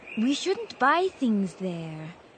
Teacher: Notice the pronunciation of should and shouldn't. It's spelt with an L. S-H-O-U-L-D. But the L is silent. We don't say it.